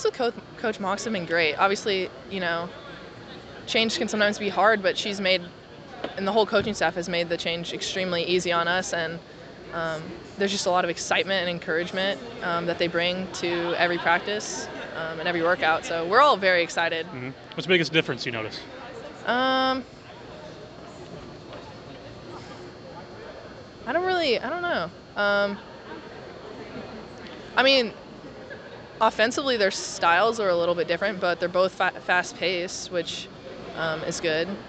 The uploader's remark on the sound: the sounds of Missouri State men's and women's basketball media day